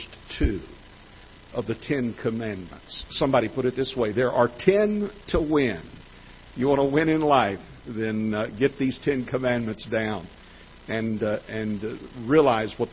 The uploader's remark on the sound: Ketha Heights Baptist Church ~ Live Broadcast